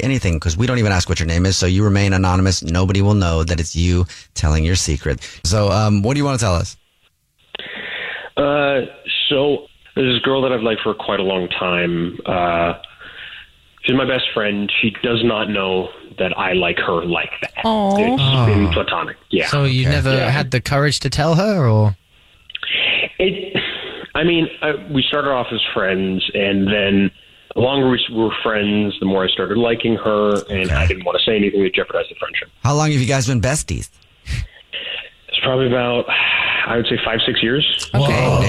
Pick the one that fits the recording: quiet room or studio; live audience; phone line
phone line